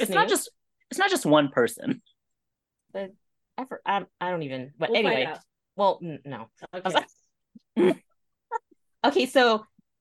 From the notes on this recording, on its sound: Together they hop on zoom